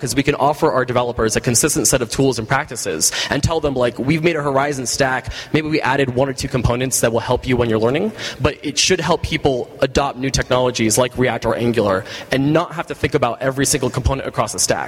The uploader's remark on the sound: Live from ng-conf!